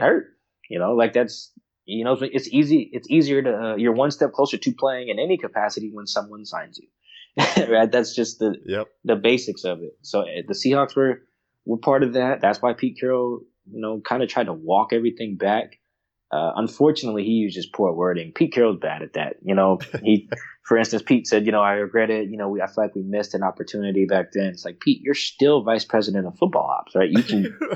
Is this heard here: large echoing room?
no